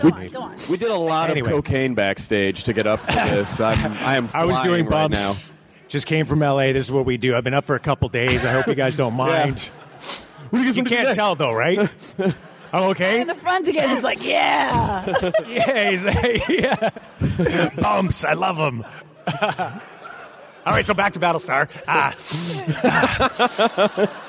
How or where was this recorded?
busy venue